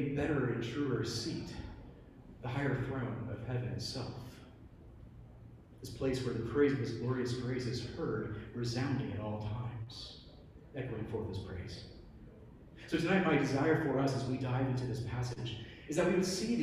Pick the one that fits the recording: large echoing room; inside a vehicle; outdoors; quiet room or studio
large echoing room